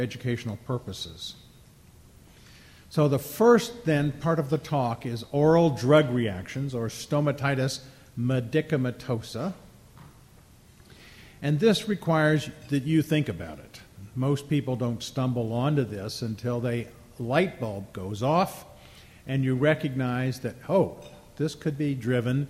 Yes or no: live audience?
yes